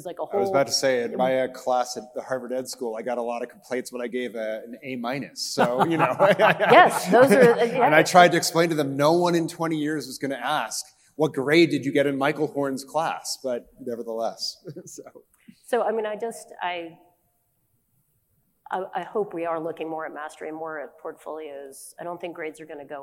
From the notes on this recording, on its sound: Live from NAIS. At the recent National Association of Independent Schools (NAIS) annual meeting.